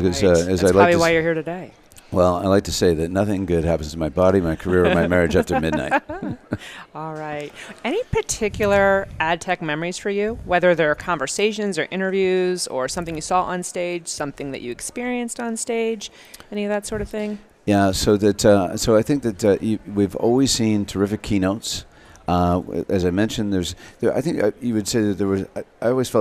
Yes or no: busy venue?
yes